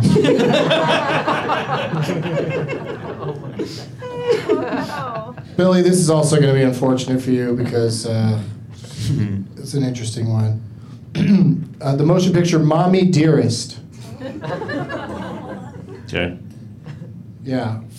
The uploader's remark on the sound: Live from Flappers in Burbank